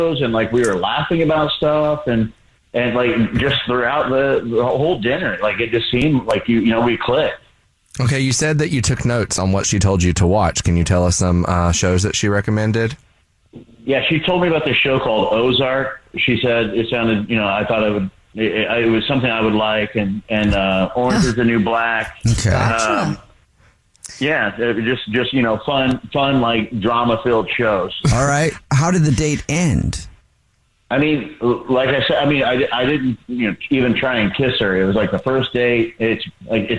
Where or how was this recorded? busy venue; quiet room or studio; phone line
phone line